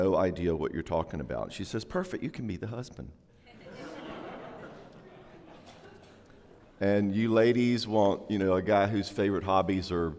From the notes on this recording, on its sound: talk during Day 2 of our 2016 Marriage Conference